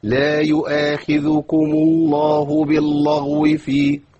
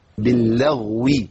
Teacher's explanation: اتعامل مع الغين بتفخيمها في مرتبه وسطى، واتعامل مع اللام بترقيقها · Shown in: second take · Term: اللام مرققه